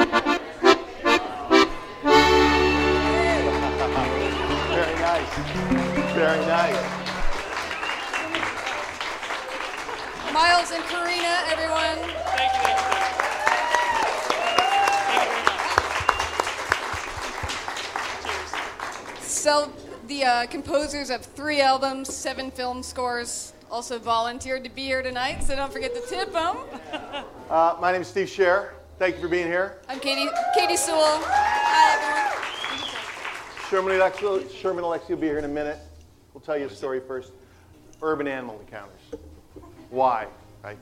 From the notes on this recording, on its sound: live on stage